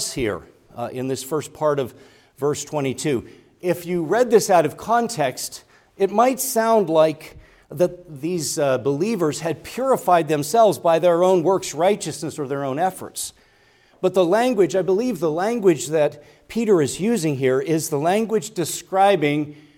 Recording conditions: large echoing room